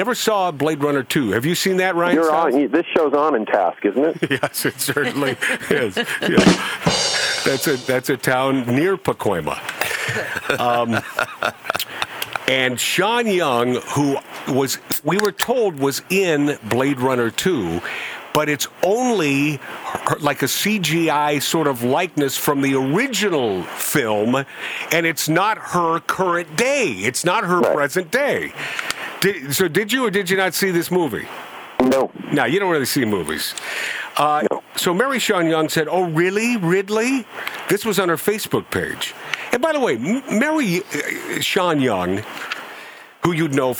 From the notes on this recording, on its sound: Enjoy this surprise phone call from one of the funniest guys in the business.